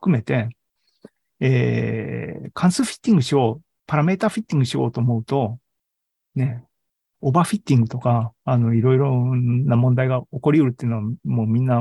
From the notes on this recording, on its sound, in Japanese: ２０２２年１１月３０日に開催した ZOOMライブの模様です。